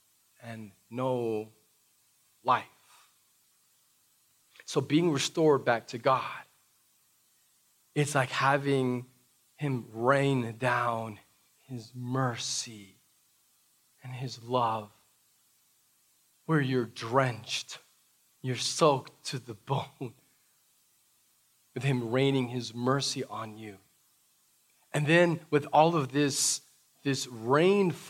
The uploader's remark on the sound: This message was preached during our "Prayer & Praise Gathering" - the first live worship service since the COVID 19 pandemic began.